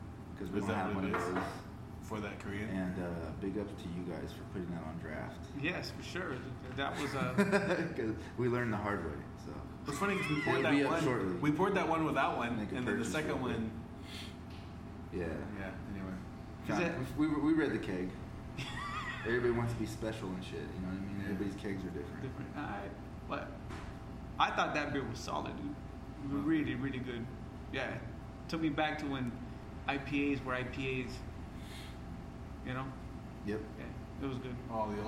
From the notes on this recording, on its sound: recorded in the one & only Spokeasy Public House